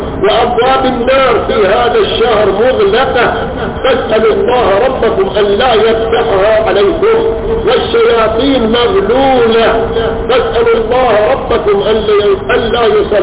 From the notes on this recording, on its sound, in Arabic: تسجيل قديم من مسجد الامام الحسين عليه السلام في حي الفيصل/الخرس بالمبرز